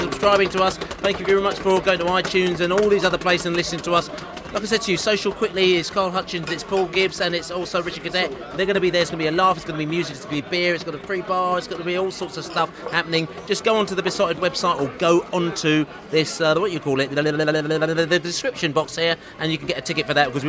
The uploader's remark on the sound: Burton Albion Pre-Match Podcast From the Pub.